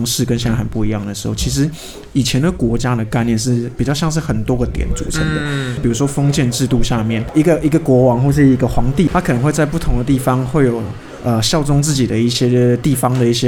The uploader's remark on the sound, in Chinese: 本集白噪音指數：蚊風級 1/5。錄音地點：515 Cafe & Books。